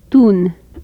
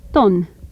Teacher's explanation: Contrast between a high back vowel and a mid-back vowel.